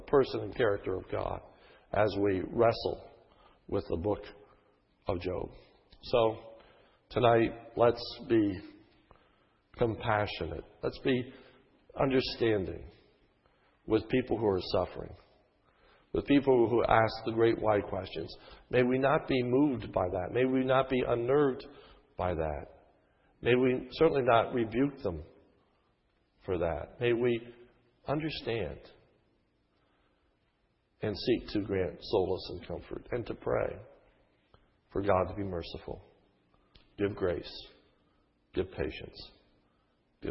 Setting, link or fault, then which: setting, large echoing room